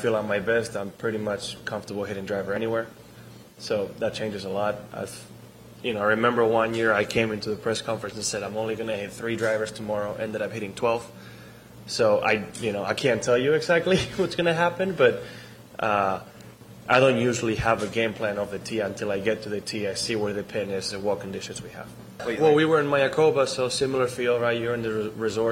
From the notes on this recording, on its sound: LIVE from French Lick Resort in Indiana.